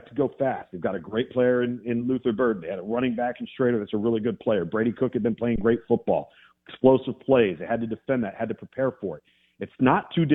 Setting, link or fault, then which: link, phone line